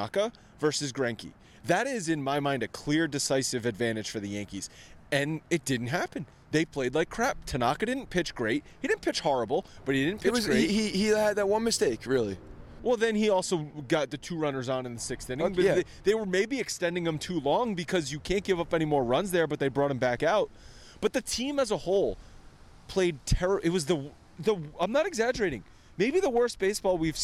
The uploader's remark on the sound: from outside Yankee Stadium